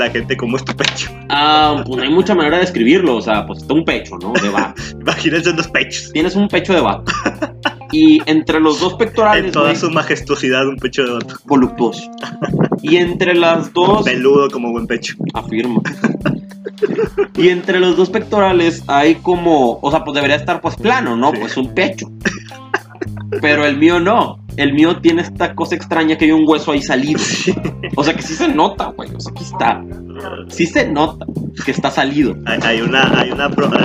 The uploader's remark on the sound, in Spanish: Una disculpa por los sonidos ambientales